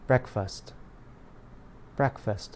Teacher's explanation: But if you hear an American say the word breakfast, a word with more than one syllable, they will likely stress the first part of the word. The second part is unstressed and has the reduced vowel sound, the schwa.